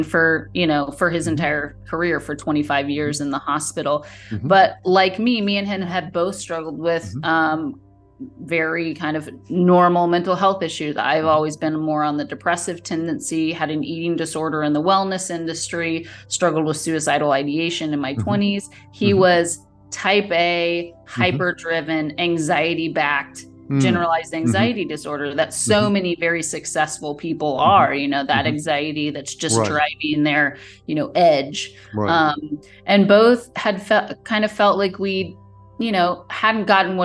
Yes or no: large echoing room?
no